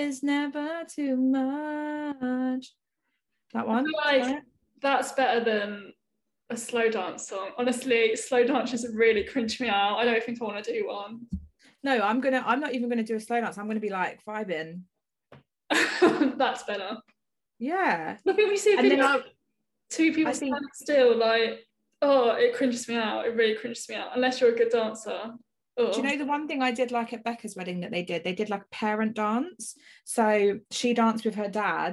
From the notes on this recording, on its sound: We do our first zoom podcast.